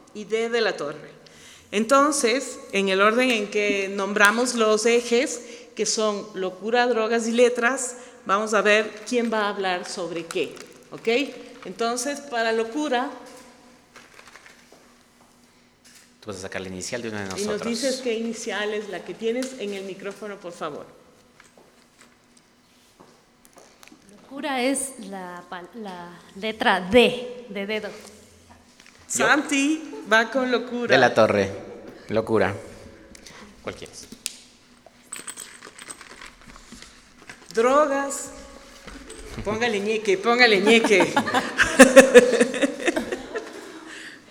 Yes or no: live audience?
yes